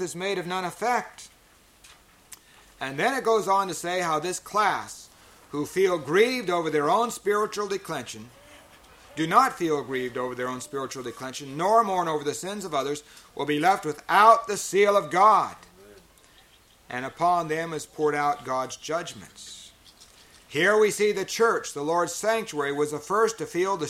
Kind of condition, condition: setting, large echoing room